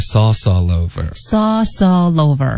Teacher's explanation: all 的前部分呢跟 sauce 连读了、嗯、它的后部分呢跟 over 连读了